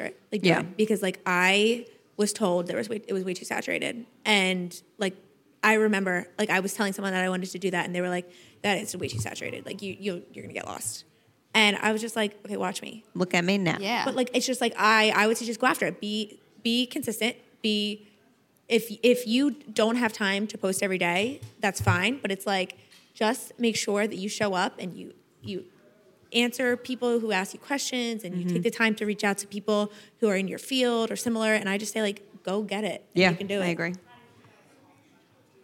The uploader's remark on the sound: This episode was recorded in front of an audience at the Samsung’s 837 building in the Meatpacking District.